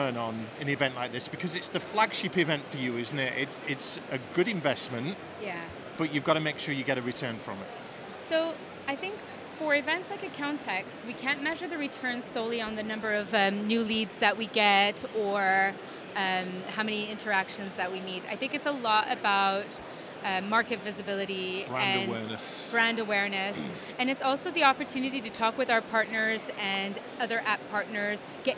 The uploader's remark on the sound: Event Special - Accountex 2023 Live Interviews